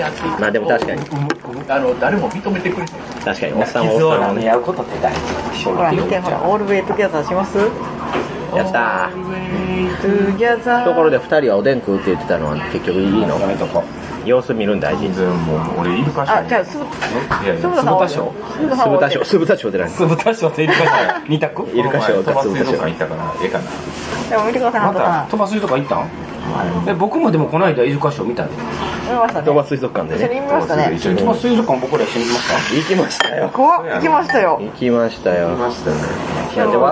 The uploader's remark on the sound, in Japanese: 一部、屋外での収録のため、騒音雑音が入っております。